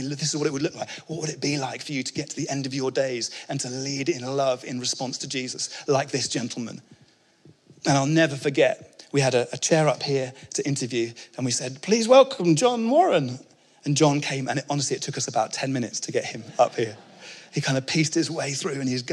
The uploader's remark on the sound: Speaking at our 2022 Onelife Conference.